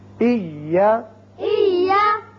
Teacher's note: یہ یا ساکن ہے پہلے، دوسرا متحرک ہے، لیکن جب ہم پڑھیں گے تو یہاں شدت کے ساتھ جب دونوں کو ملایا تو شدت پیدا ہوئی